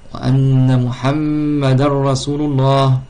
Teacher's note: Muhammad doublement du mim, donc avec ghanna